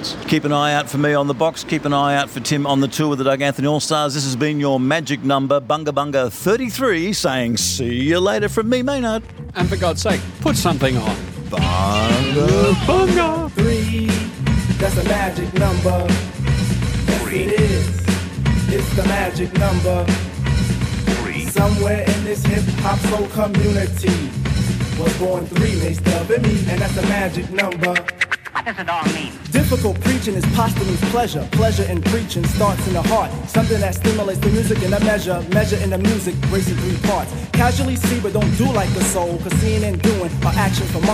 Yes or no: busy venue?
yes